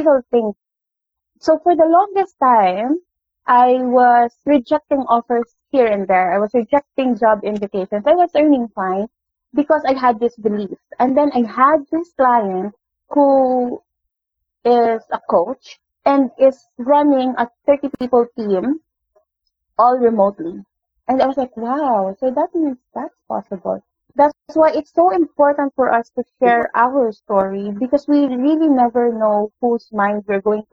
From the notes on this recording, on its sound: The audio of this interview isn't the best